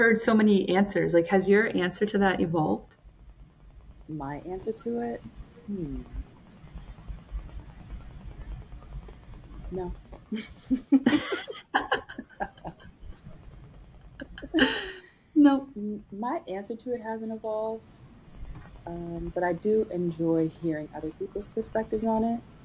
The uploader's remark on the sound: There was an issue with the volume of my recordings but you should still be able to hear us both loud and clear! Don't worry, it's not an issue with your device.